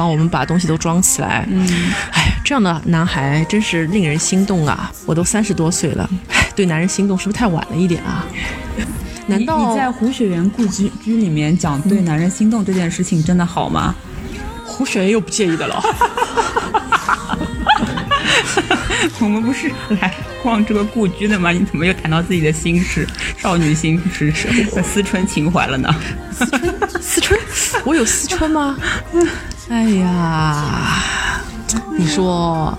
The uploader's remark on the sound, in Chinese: 来到杭州展开了一场为期一天半的“访友之旅”，也是主播们第一次尝试边走边录，在万物有灵皆美的大自然中，与花鸟鱼虫一同放声。取材自杭州之旅第二天，于民宿大堂早餐时间的录制。